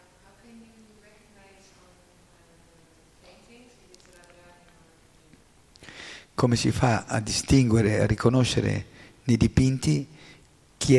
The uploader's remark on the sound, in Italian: in diretta dal Tempio di Villa Vrindavana